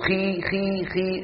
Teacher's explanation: خي كمية الهواء التي تملأ الفم أقل